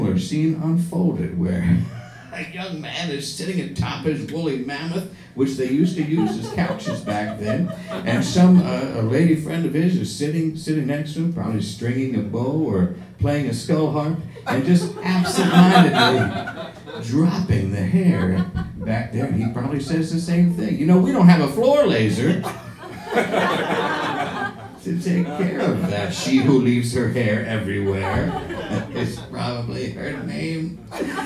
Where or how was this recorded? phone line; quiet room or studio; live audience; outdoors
live audience